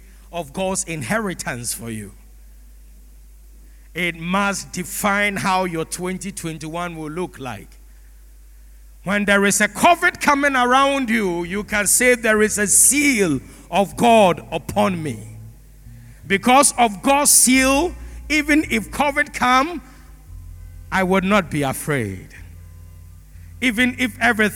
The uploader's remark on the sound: Sermon preached at CBC Shiashie Campus